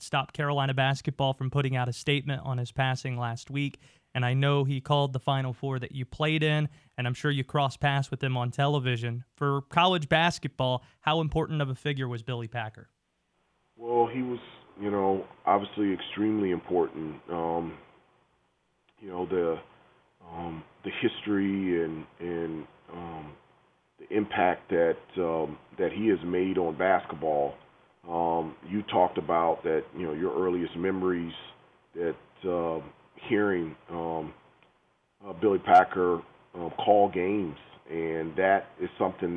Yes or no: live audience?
no